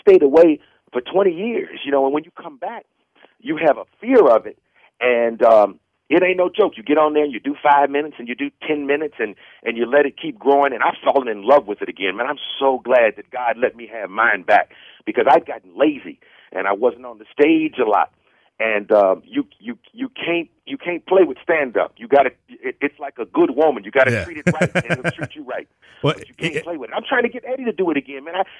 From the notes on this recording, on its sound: called into Comedy 1031